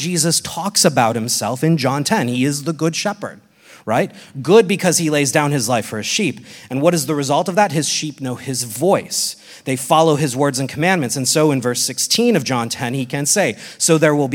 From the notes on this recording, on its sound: This exposition was recorded at the Portland, OR 2023 Workshop